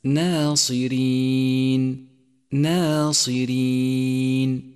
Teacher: ثامنا، انتبه إلى ترقيق الألف في كلمة ناصرين ناصرين، رققت الألف لأنها مسبوقة بحرف مرقق، وقد علمت أن الألف تتبع ما قبلها في الترقيق والتفخيم.